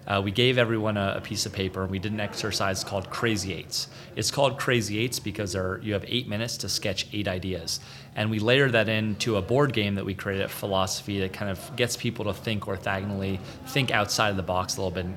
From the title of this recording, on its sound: Live From Agile Midwest